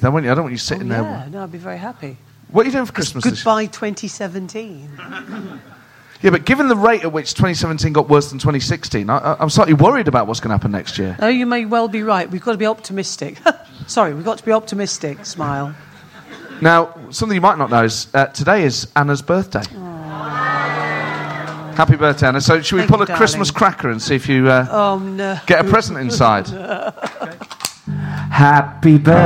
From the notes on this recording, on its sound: recorded at the Leicester Square Theatre